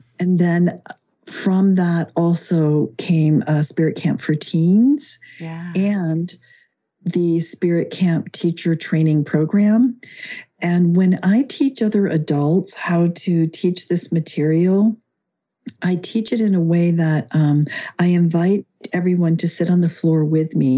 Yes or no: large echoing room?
no